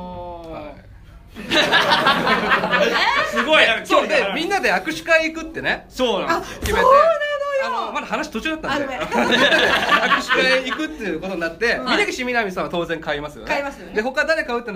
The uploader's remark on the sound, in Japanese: 八幡フェス vol.0 内で行われた当番組の公開収録。